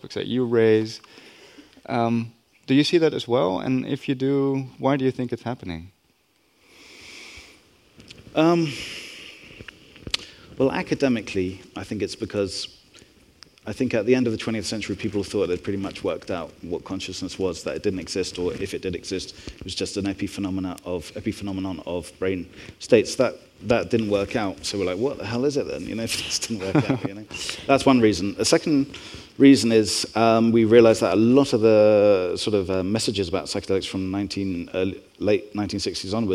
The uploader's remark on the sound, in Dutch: Live bonusopname. We spraken hem op Brainwash Festival 2023 in Amsterdam.